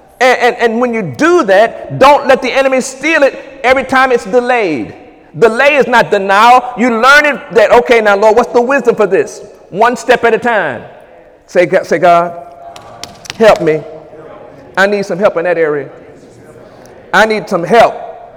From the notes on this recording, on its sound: During Sunday morning service on January 28, 2018